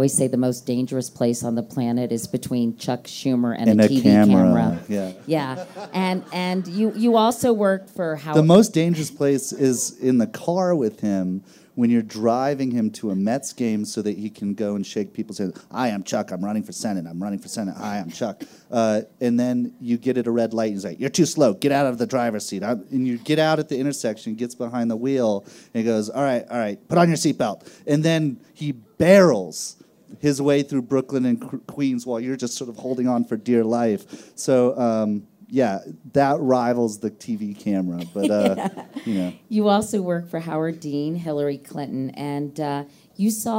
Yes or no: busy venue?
yes